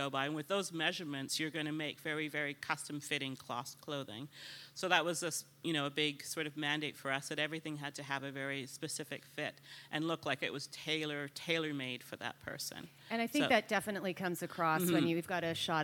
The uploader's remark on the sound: LIVE at Toronto Fashion Week